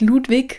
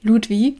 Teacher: Das heißt, die Norweger, die Dänen, den Innen sagen nicht Ludwig, sondern Ludwi. Also das G wird halt irgendwie einfach verschluckt. · Shown in: second take